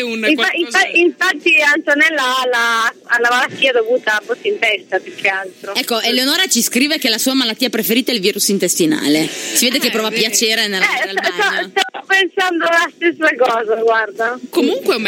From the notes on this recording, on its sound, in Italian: Abbiamo contattato al telefono pensando di parlare privatamente con noi, e solo dopo hanno scoperto di essere in diretta!